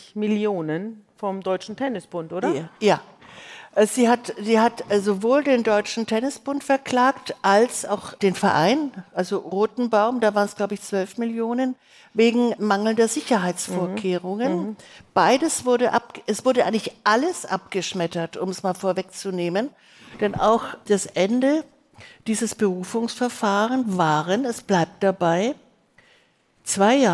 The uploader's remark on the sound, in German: Ein Live-Mitschnitt vom Podcast-Festival. April 2023 in Berlin.